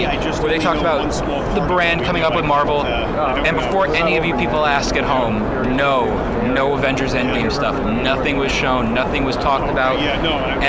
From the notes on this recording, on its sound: the episode we recorded during Toy Fair 2019 at the Jacob K Javits Center in New York City